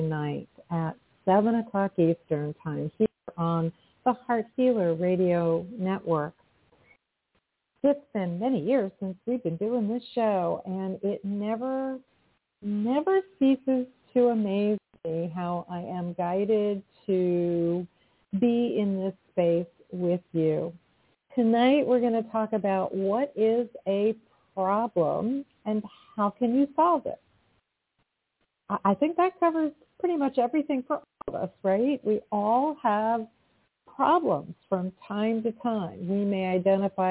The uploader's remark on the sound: in response to callers' questions